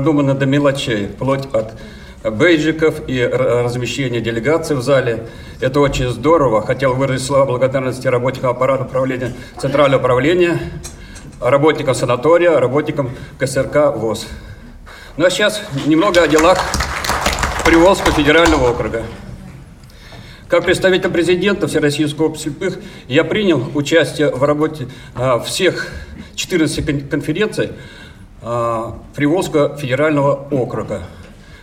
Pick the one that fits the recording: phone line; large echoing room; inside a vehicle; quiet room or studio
large echoing room